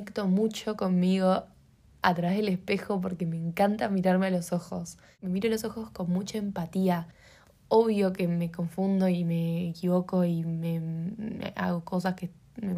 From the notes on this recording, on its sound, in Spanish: una nota de vozz